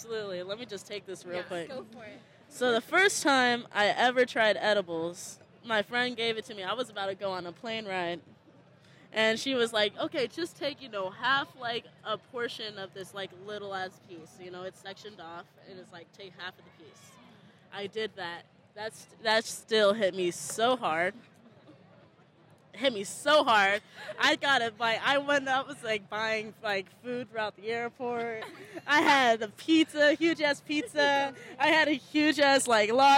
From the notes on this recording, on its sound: report live from the event